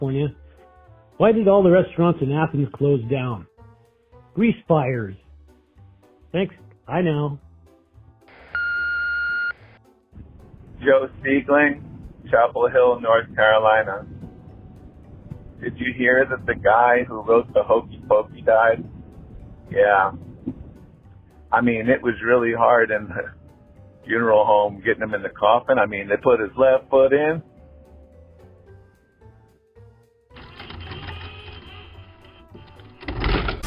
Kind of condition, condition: link, phone line